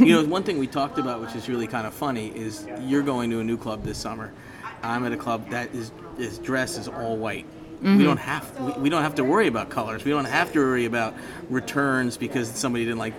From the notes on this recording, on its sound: Live In Orlando At The PGA Show. Live at The PGA Merchandise Show.